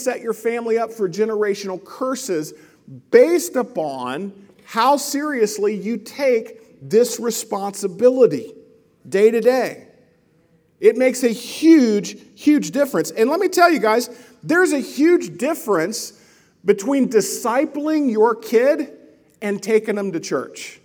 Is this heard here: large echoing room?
yes